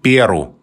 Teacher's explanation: Она вспоминает, что в течение многих лет употреблялся вариант «Перу» с ударением на первом слоге